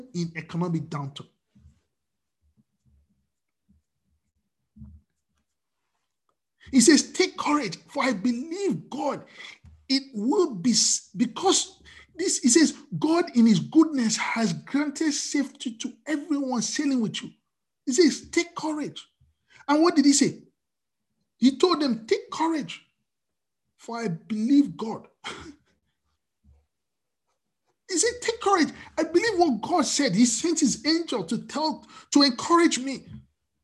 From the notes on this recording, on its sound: We are on Zoom now.